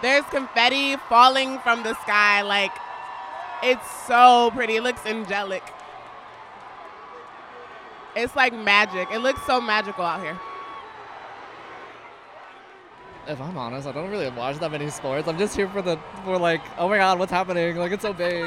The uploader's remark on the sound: Capture the sounds Astros’ World Series championship parade. Fox 26's Live Coverage of the prade.